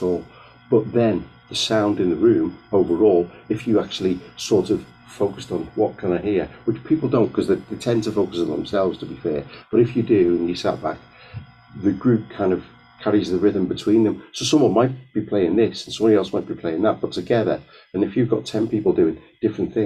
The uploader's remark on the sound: We are aware of some minor sound issues on this podcast and apologise for the quality.